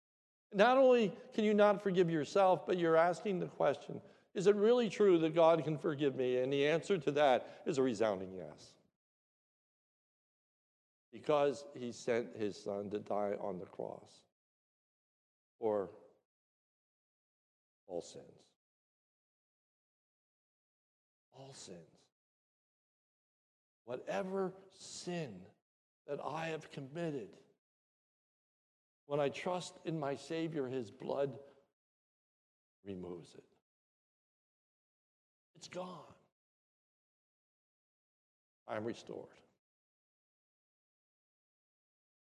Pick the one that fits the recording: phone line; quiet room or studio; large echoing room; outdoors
large echoing room